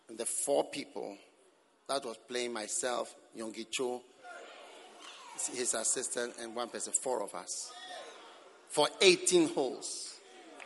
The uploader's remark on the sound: Preached at the Prophetic Encounter Service.